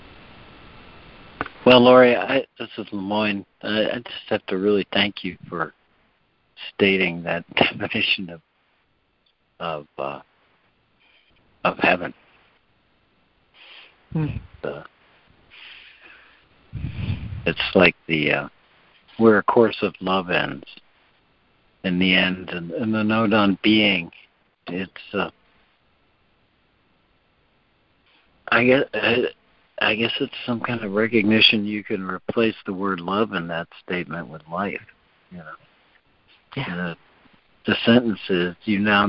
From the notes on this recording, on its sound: ACIM Daily Conference Call